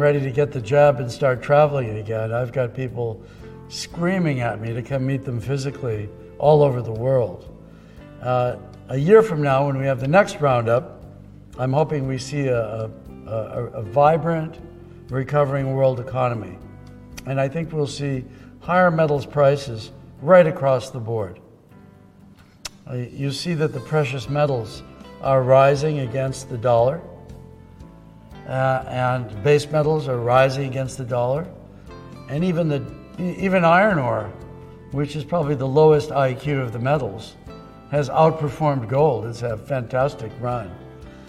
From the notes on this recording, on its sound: keynote address at the opening ceremonies of AME Remote Roundup